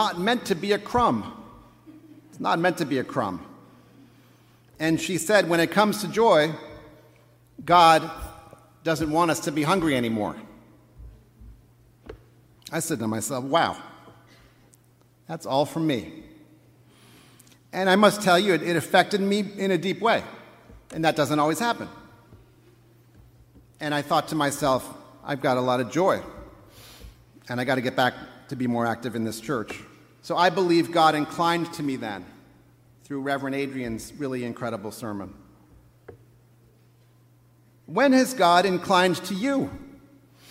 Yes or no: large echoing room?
yes